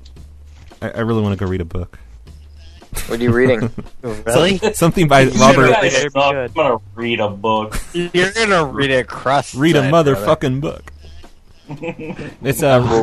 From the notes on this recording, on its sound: Prank Phone Calls